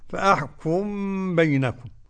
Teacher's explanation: قرأ السوسي بإدغام الميم في الباء فأحكم بينكم، وتسكن عنه الميم من قبل بائها على إثر تحريك فتخفى تنزلها.